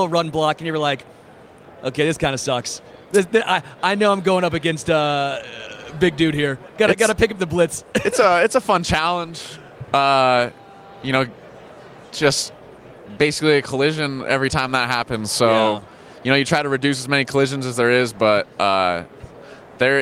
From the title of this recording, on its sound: Live from Super Bowl LVII - Day 3